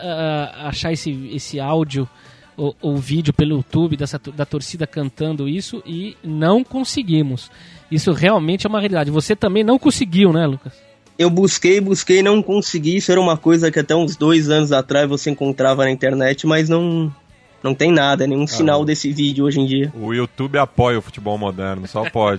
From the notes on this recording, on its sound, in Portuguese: falaram por telefone com